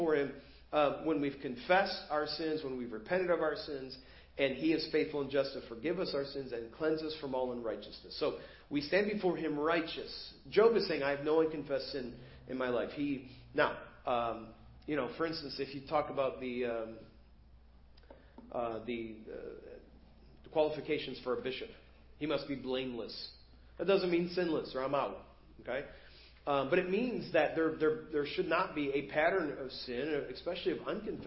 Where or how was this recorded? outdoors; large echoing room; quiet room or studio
large echoing room